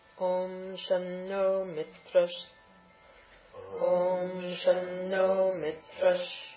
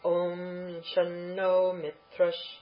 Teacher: The anuswara on the shun becomes na, okay? Because of the following dental.